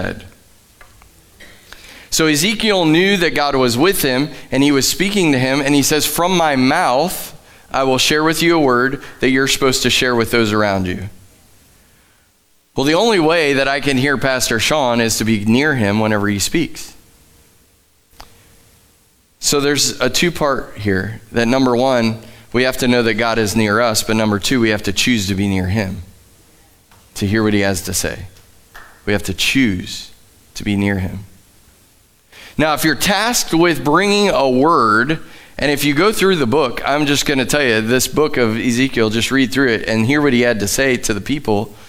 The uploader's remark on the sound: Live from The Summit Church in Dover, OH